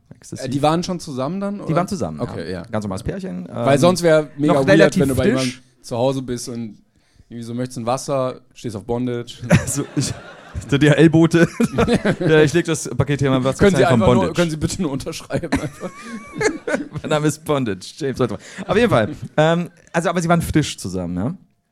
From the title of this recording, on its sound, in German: LIVE in Köln